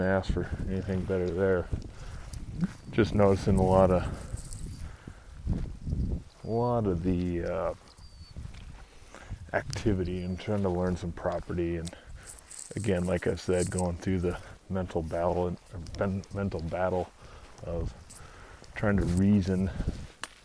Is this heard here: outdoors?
yes